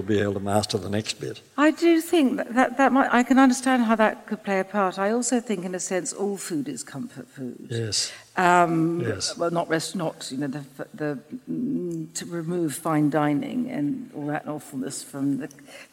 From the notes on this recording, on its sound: In front of a live audience, for an event by our friends at The School of Life.